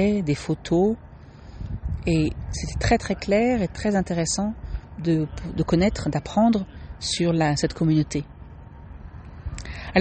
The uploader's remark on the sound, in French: Cette semaine, un épisode un peu atypique, en direct du Québec, enregistré sur mon téléphone et à l'extérieur.